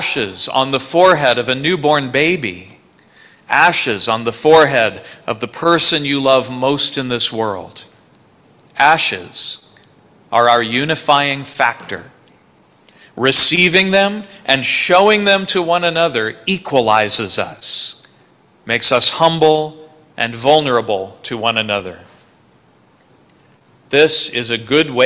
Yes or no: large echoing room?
yes